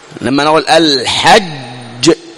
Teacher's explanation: حرف القلقلة المشدد الموقوف عليه، الأول منهما مدغم لا قلقلة فيه